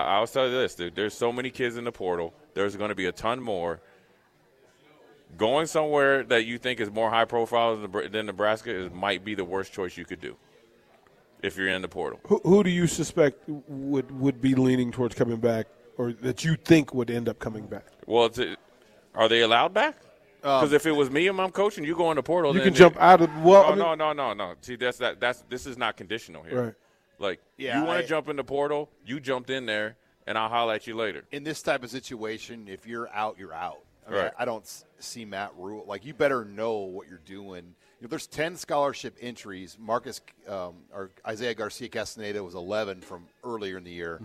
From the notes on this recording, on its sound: Live from Tanner's